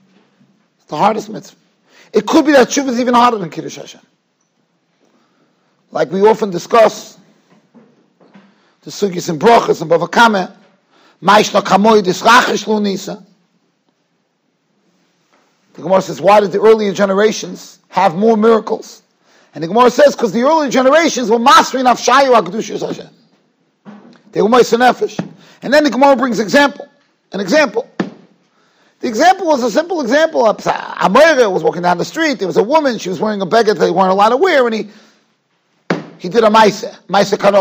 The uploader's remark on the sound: Shiur recorded in Yeshivas Ohr Reuven, Monsey, NY.